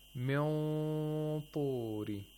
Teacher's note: we have to raise the root of the tongue while applying the ikhfa, and also the body of the tongue · Term: tafkhim